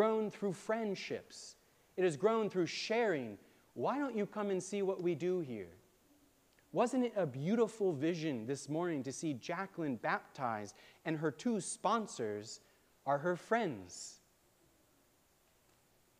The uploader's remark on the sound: Preached on June 18, 2023 at All Saints Anglican Church in Charlottesville, VA.